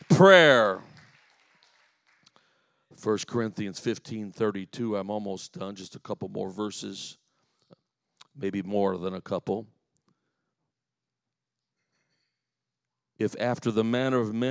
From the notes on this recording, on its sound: This is a live recording of a teaching.